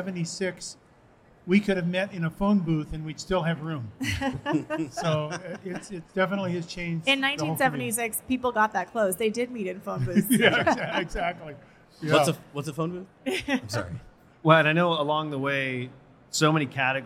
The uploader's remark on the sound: Live from A4M World Congress in Las Vegas. For a live Q&A session.